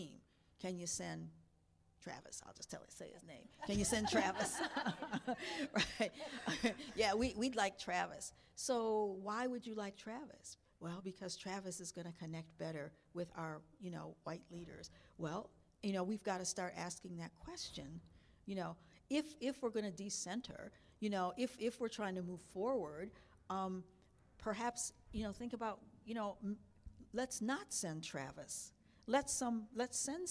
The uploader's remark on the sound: At this year's Forum on Workplace Inclusion, The Winters Group, Inc hosted a live podcast recording event